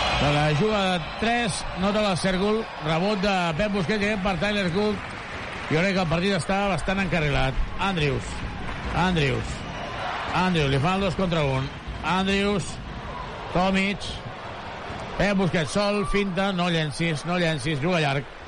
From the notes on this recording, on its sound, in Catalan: Transmissió en directe del partit